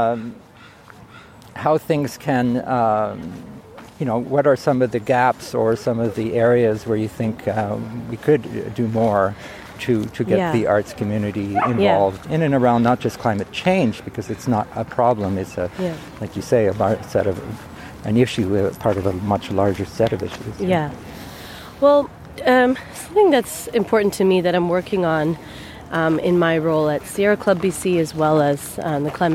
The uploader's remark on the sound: This episode was recorded at Trout Lake Park in Vancouver on April 2, 2021. Kindly accepted to go on a ‘soundwalk’ with me.